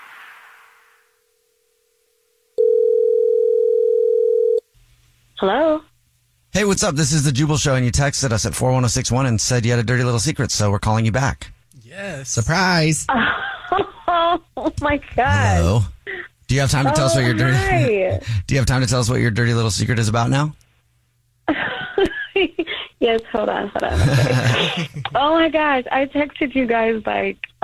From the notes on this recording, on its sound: There is a woman on the phone